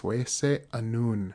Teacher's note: Getting used to those glottal stops, those little ever so subtle hiccupy sounds in Ojibwe Moen can be really tricky. And then when you add an un to the end of it, it made me want to put an extra glottal stop in there.